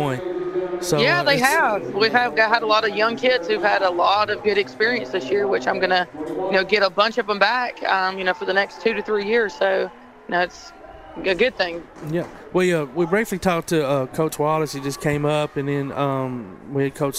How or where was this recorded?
busy venue